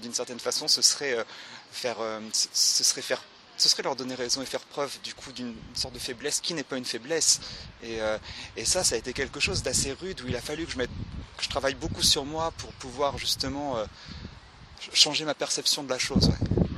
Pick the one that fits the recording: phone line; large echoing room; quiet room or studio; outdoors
outdoors